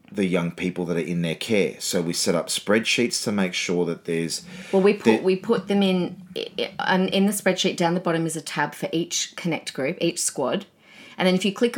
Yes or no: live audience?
no